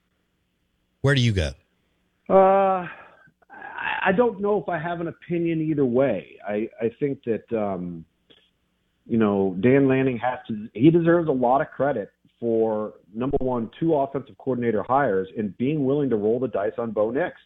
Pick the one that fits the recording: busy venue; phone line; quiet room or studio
phone line